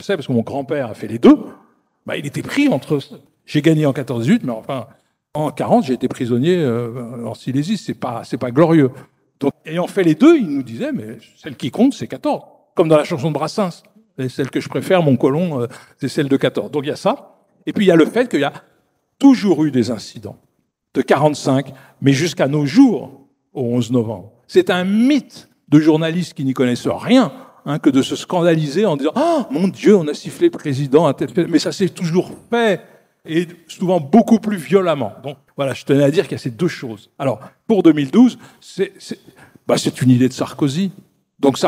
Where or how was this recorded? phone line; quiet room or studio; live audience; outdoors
live audience